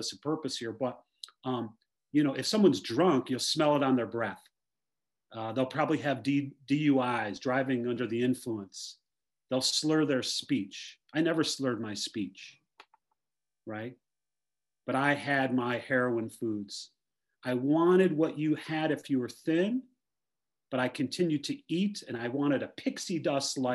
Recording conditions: video call